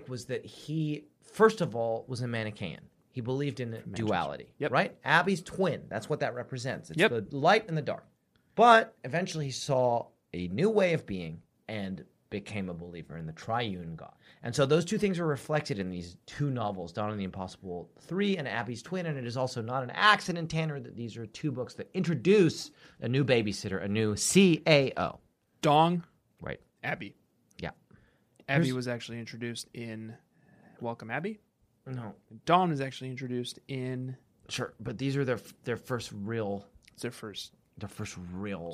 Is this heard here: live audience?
no